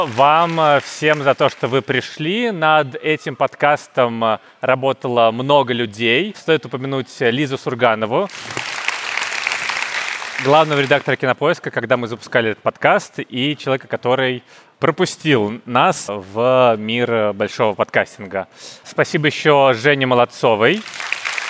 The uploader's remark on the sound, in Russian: Открытая запись. На открытой записи подкаста «Крупным планом» 7 августа на Плюс Даче в Парке Горького.